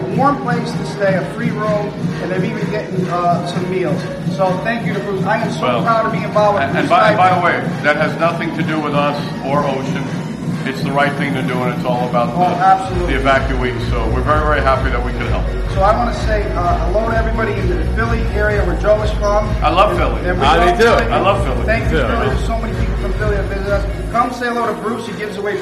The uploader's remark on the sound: After hanging out at the party for a while and around the beautiful resort we decided to record a quick teaser